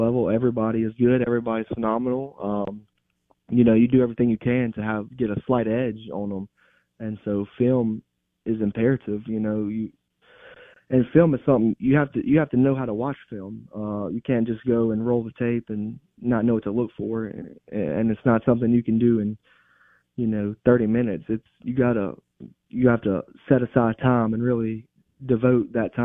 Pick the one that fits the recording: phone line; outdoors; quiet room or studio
phone line